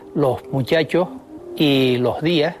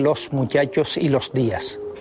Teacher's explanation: aspiran los canarios la S que aparece a final de sílaba · Shown in: first take · Así se dice en las islas, los muchachos y los días, en lugar de los muchachos y los días. · Term: La aspiración